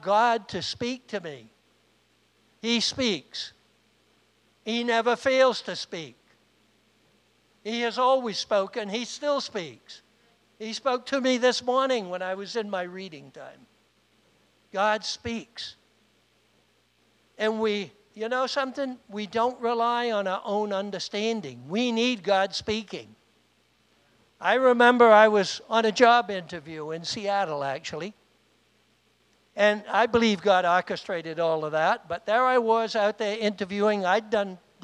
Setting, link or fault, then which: setting, large echoing room